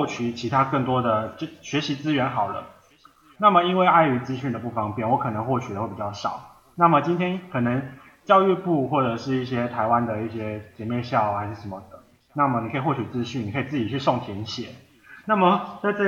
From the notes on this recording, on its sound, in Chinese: YC的環境把我倆聲音重複錄音